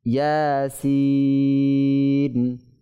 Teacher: তো খাড়া হরকত এটা হচ্ছে আলিফ মাদ্দা এর স্থলা বিশিষ্ট, অর্থাৎ যেভাবে আলিফ মাদ্দাকে আমরা এক আলিফ সমপরিমাণ, দুই হরকতের সমপরিমাণ দীর্ঘ করে টেনে পড়তে হয়, ঠিক সেইভাবে এই ইয়া খাড়া হরকত এটাকেও এক আলিফ সমপরিমাণ, দুই হরকত সমপরিমাণ টেনে দীর্ঘ করে পড়তে হবে, আর সিন এটাকেও দীর্ঘ করে পড়তে হবে।